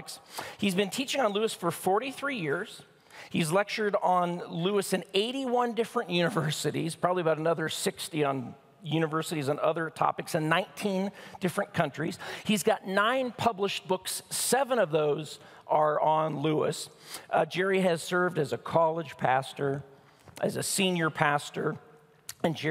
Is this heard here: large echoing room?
yes